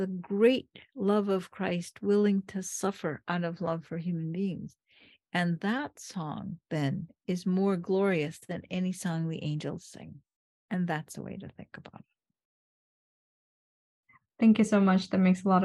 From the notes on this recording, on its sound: This talk was given via Zoom to the students at Trinity Western University.